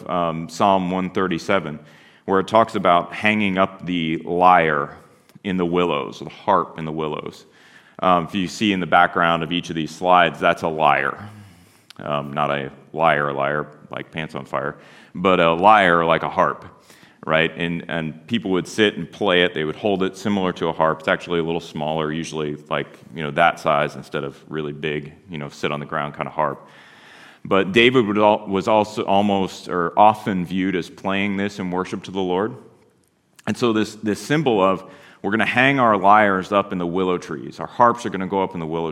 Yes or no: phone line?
no